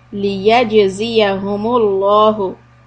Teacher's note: So jim is qalqala and lafz jalala lam is heavy.